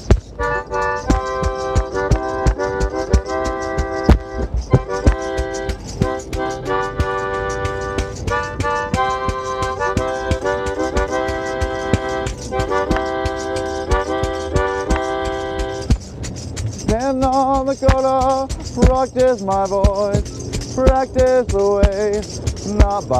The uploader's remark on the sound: Outside a Target, Chick-fil-A, & Starbucks